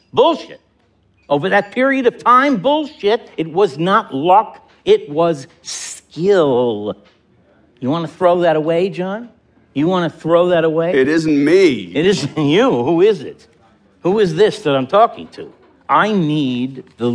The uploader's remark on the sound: Format: Original Recording. Theatre Works full-cast performance. Theatre Works before a live audience. This wonderful full-cast rendering of Mamet's 1984 Pulitzer Prize-winning play loses little in the staged recording. The subtle but completely appropriate sound effects are exciting and superbly amplify the angst and drama.